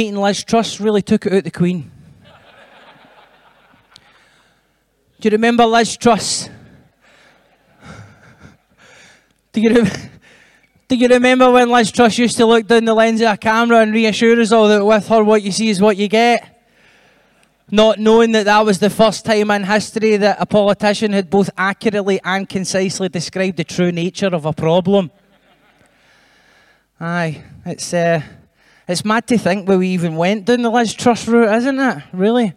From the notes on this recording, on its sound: we revisit the fifth show of Common People Live at the Edinburgh Fringe